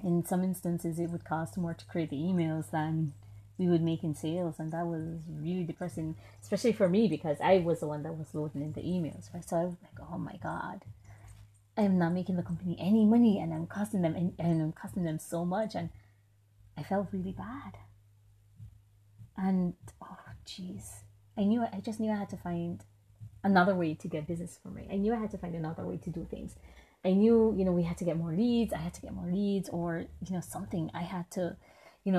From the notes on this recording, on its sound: Don't mind the many nature sounds.